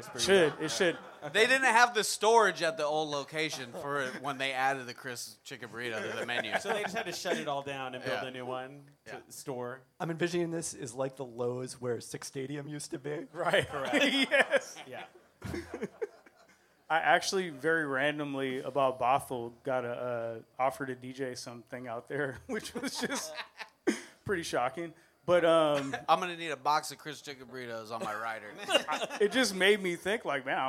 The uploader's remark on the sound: During Peltoncast Live Spring 2023